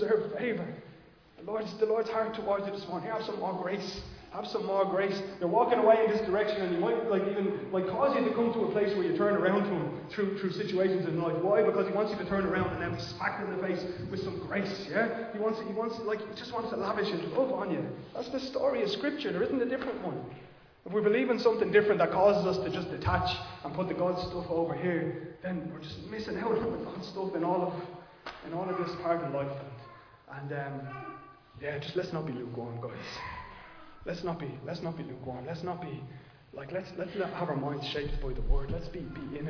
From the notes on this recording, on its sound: Recorded live in Liberty Church on 16 October 2022